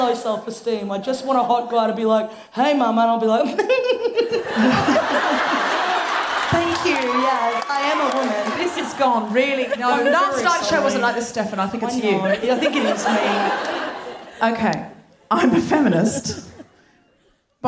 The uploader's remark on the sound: Recorded 8 February 2020 at the Powerhouse Theatre in Brisbane.